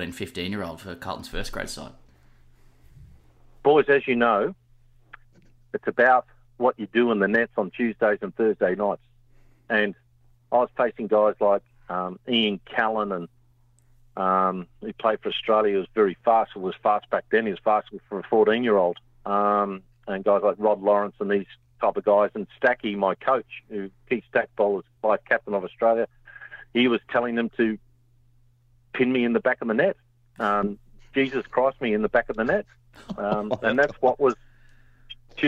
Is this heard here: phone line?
yes